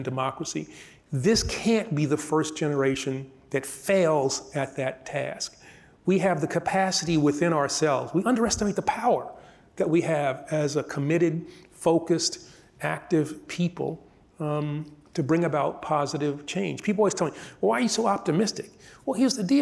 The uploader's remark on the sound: This conversation was recorded on May 6, 2023 at the Crosscut Ideas Festival in Seattle.